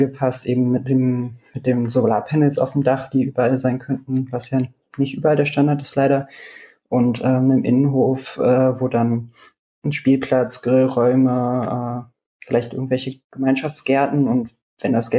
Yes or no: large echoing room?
no